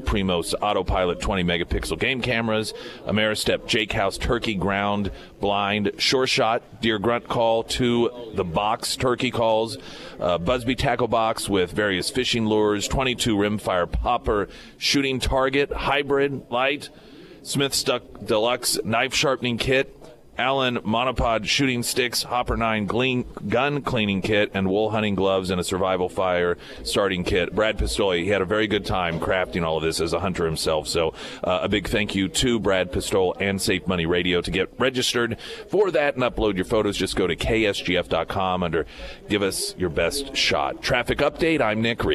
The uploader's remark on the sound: Live at Scramblers Diner for the Friday Roadshow.